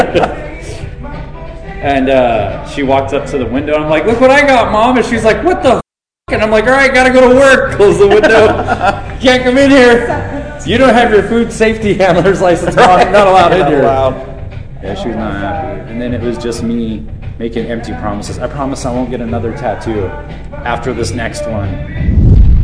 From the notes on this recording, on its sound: The sound is not as good as usual, as the phone picked up all the background noise.